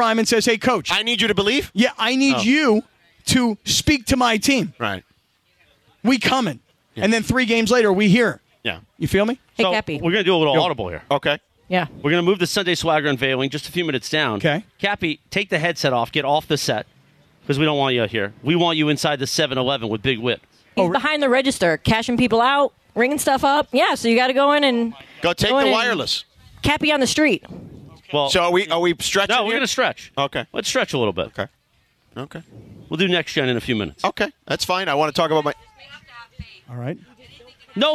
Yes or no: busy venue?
yes